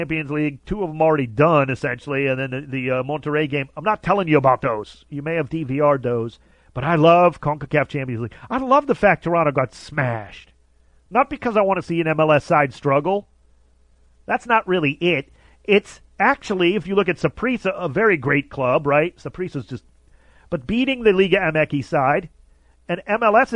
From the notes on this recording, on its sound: calls